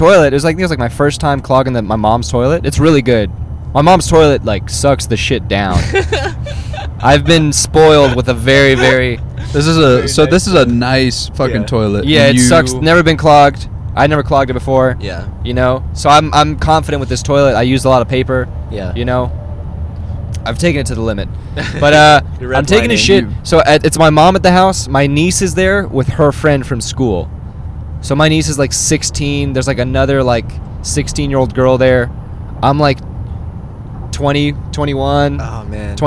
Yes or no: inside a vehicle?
yes